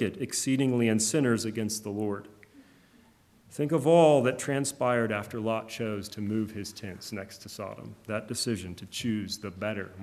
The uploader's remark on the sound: Preached on January 23, 2024 at Trinity Presbyterian Church ( Evangel Presbytery ) in Spartanburg, SC. Funeral Sermon.